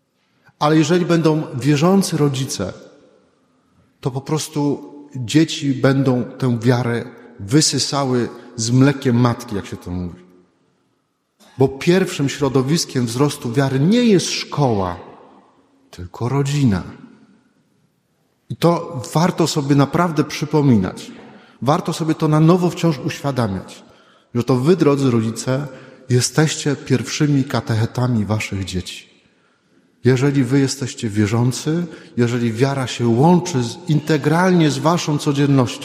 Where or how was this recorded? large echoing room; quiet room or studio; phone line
large echoing room